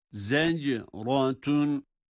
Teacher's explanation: Fe innemâ hiye zecratun, hiye zecratun, zenc, zenc derken za ince, cim kalkale sesiyle. Zecratun, ra kalın.